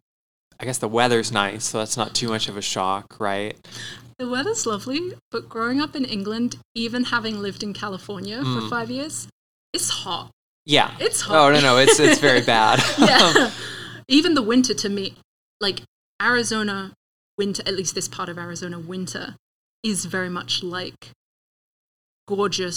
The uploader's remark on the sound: I ran into a few audio issues with this recording, and I've done my best to correct those, but it's not perfect.